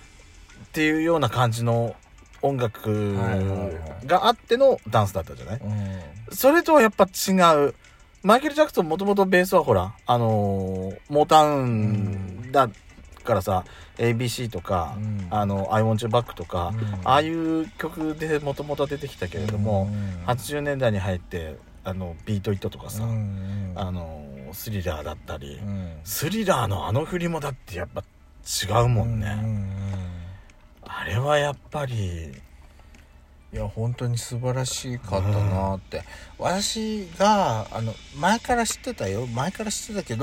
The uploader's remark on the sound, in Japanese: Radiotalk。パーキング収録。